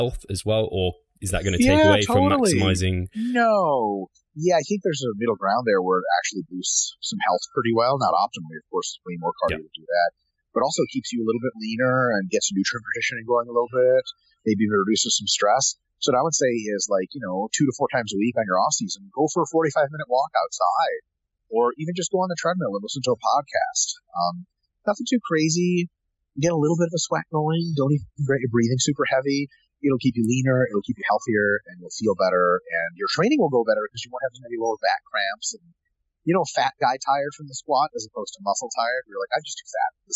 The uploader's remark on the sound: This time he's at the Olympia and records in a gym, so sorry for the audio.